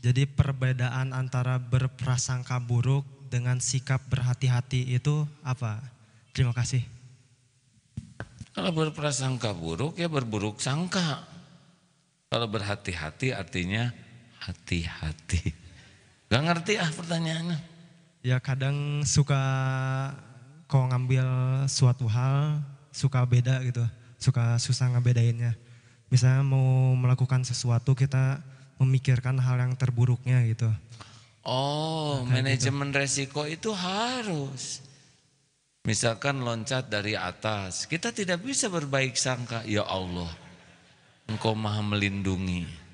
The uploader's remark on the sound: LIVE dari Masjid Daarut Tauhiid Bandung